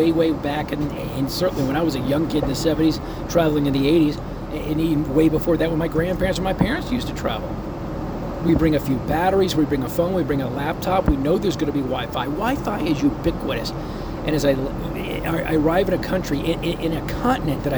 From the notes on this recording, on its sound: Live From Seoul Korea At Samsung Unpacked 2023.